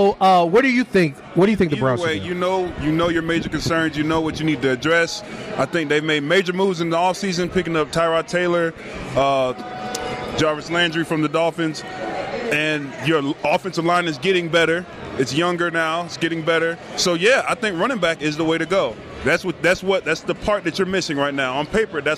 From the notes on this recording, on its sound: Jack Cleveland Casino special. Taped at Jack Cleveland Casino, in the heart of downtown Cleveland.